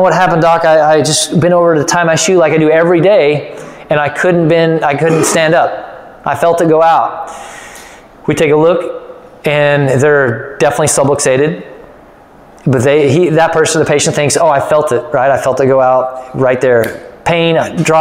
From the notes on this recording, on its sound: Part One of the Better Results Faster Workshop recorded live at Hill Family Chiropractic.